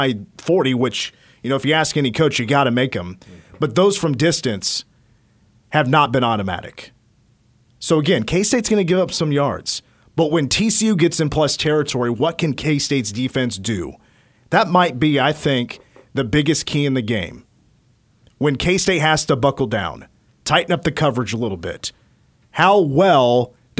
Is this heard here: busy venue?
no